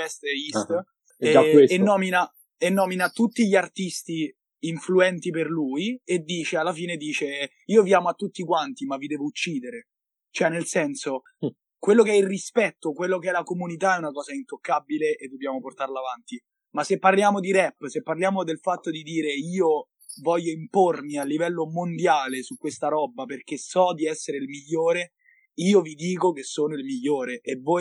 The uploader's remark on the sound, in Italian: Episodio registrato da remoto.